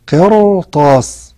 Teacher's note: راء ساكنة قبلها مكسورة هي قي، بس بعدها حرف الطاء وهو من حروف الاستعلاء ففخمت من أجل ذلك · Term: تفخيم الراء